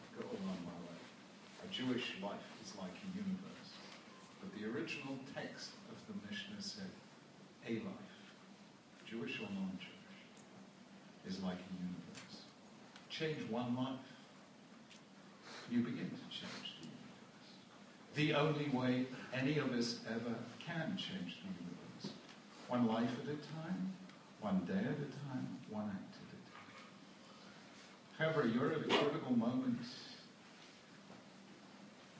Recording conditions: large echoing room